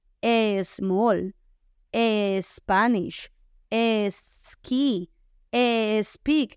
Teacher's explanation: tenemos una tendencia a meterle una E por delante y decimos eh, small, eh, Spanish es speak, es algo que hacemos mucho y que nos delata.